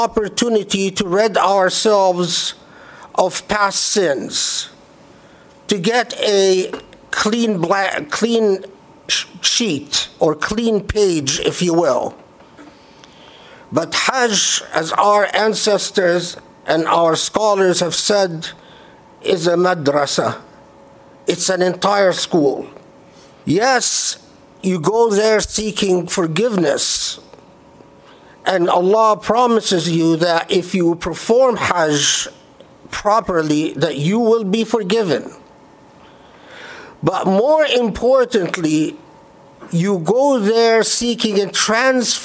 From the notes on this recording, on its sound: Delivered at the Islamic Center of Southern California, Los Angeles, CA on Friday, July 20, 2018.